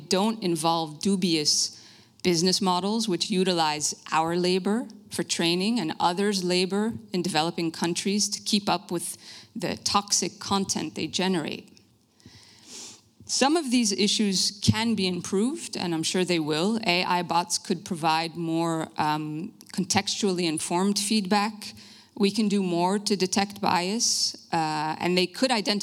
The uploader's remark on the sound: Lecture at Denkwerk Festival. De Lindenberg.